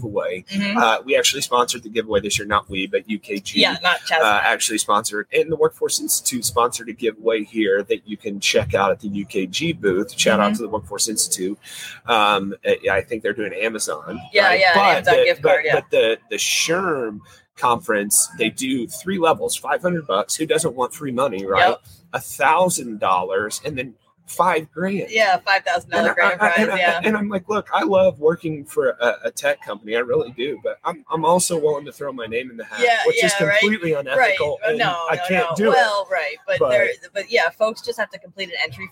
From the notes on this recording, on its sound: come to you live from New Orleans at the SHRM 22 Annual Conference